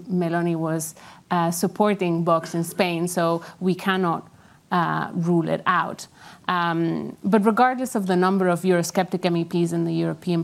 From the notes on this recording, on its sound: This week, we are presenting a recording of our in-person event commemorating our new Brussels office.